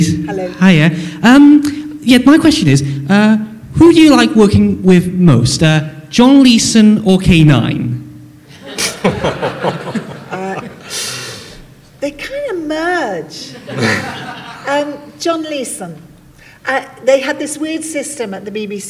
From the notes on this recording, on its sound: on stage at the recent Big Blue Box 2 convention held in Tunbridge Wells